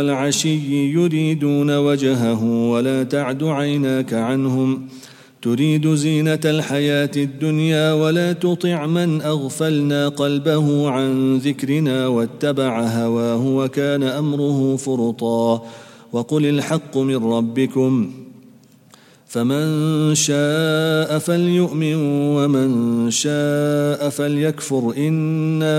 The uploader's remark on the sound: at the Houghton Masjid (West Street)